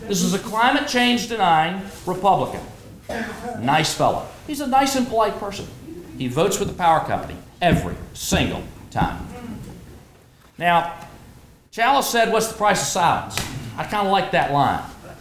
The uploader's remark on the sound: Gave brief speeches and answered questions from the audience. Stump speech and Q&A.